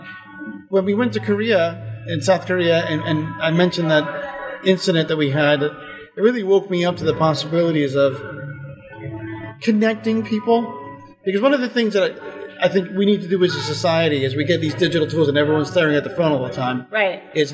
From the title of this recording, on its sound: Live From EsportsNext